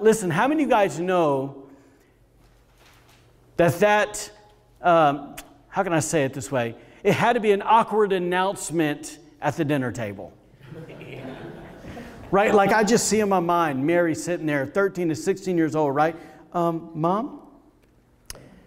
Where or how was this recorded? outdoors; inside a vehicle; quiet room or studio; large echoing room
large echoing room